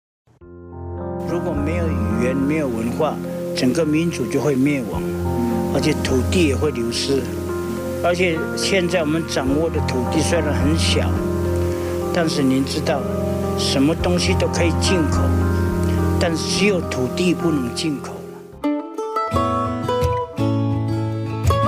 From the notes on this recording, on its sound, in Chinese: 鎮西堡，新竹尖石鄉最難到達的部落之一。聽他們帶著錄音機走進山林，腳步輕盈。